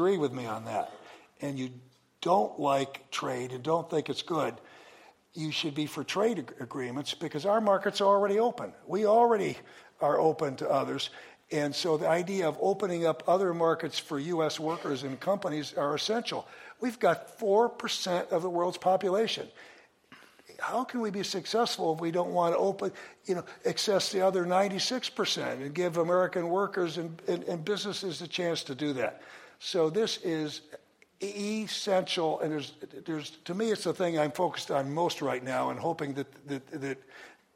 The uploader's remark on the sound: This program was recorded in front of a live audience at the Commonwealth Club of California on April 28, 2015.